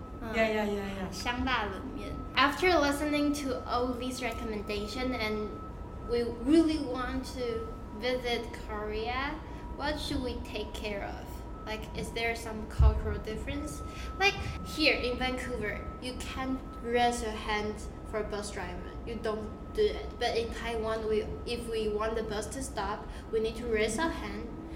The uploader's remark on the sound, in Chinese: 由於錄音環境限制，這一集雜音比較多，請見諒